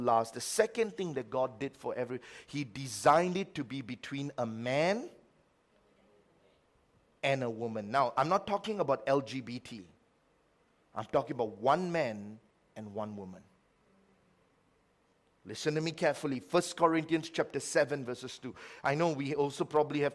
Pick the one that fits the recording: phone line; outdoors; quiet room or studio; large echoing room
large echoing room